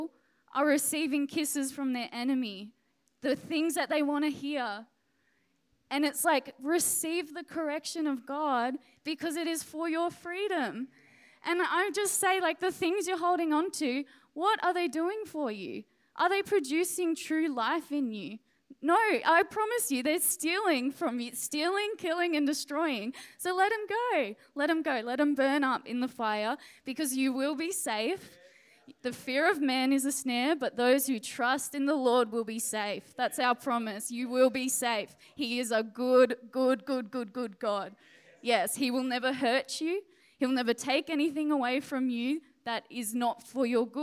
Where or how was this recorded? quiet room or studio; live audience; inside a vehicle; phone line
live audience